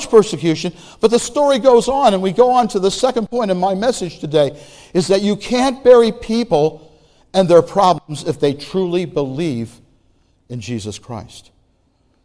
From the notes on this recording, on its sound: Message Preached at Valley Creek Church